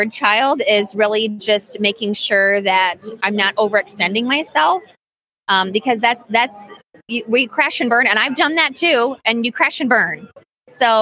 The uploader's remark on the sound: LIVE From the ADHA Conference